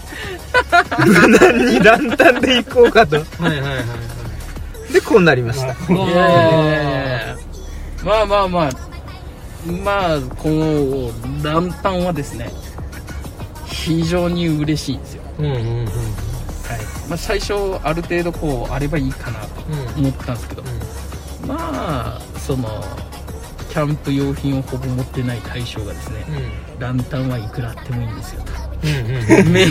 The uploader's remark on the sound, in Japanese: 宮崎市内にある「住吉公園」という場所で行ったのですが、当日は残念ながらいい天気には恵まれませんでした。いつものように車の中で収録しているのですが。